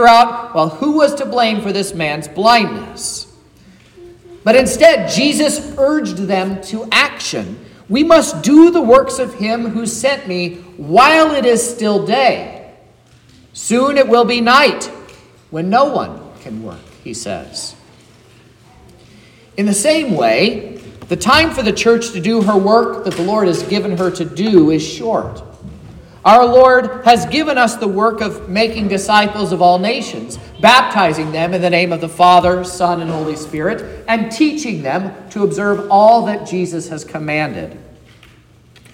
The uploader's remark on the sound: This is the sermon preached at Trinity Lutheran Church in Vallonia, Indiana, on Sunday, October 22nd